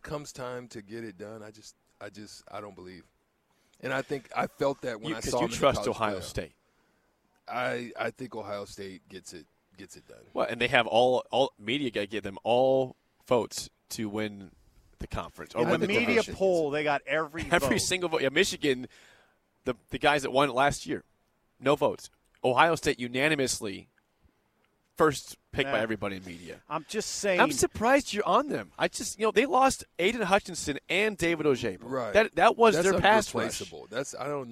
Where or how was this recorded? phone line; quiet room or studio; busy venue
busy venue